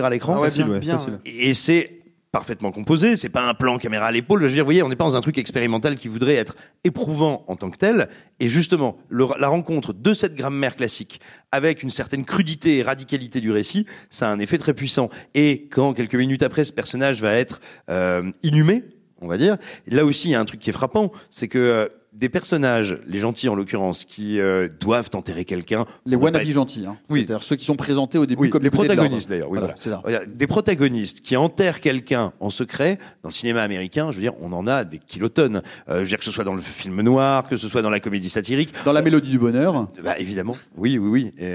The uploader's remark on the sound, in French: Rediffusé sur grand écran dans le cadre du festival Court-Métrange de Rennes, ce chef-d'oeuvre méritait bien un épisode dédié, qui plus est enregistré en public !